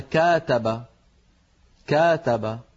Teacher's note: هل رأيتم أن تطويلا قليلا في فتحة الكاف حولها إلى ألف، فحول الفعل من فعل إلى آخر وحول معناه؟